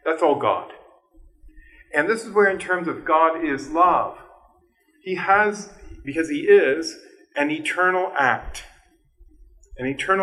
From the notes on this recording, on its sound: This lecture was given on March 8th, 2023, at West Virginia University.